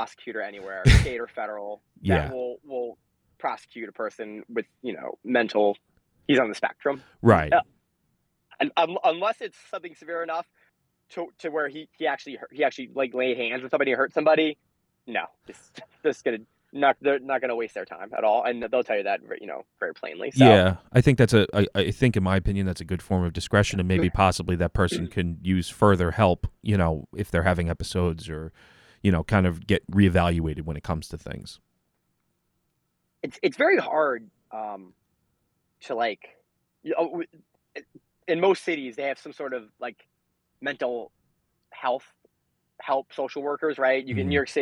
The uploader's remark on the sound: The Feds phone